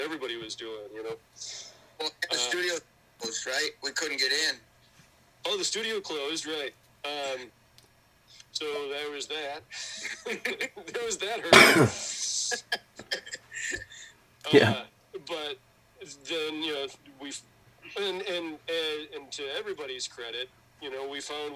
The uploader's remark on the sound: burnt the phone lines up to Versailles, New York